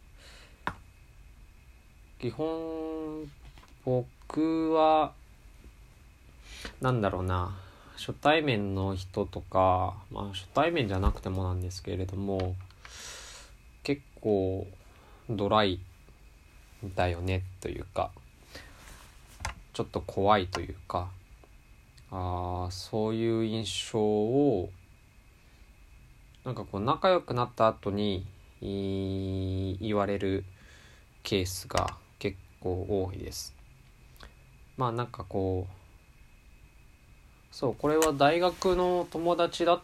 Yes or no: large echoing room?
no